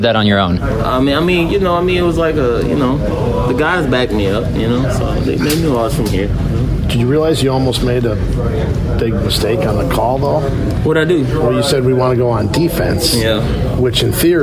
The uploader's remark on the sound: Live from a Florida gym.